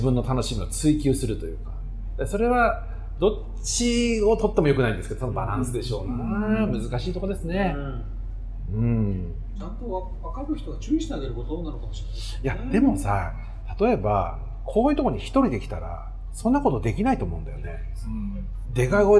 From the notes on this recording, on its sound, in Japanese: 今回は曙橋の 【神戸ごはん 田中屋】 収録Part.